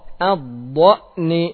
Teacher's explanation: Di tekan sambil dialirkan suara dha-nya.